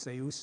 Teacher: the dy has turned into a dz, and now we pronounce it z, but it was dz in ancient Greek